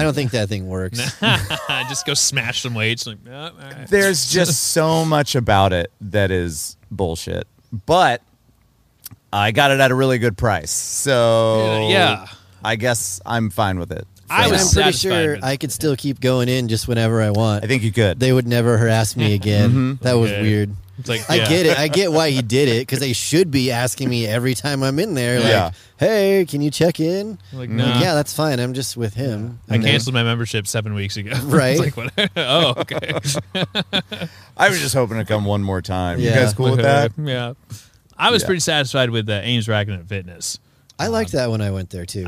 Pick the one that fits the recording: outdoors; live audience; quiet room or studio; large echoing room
outdoors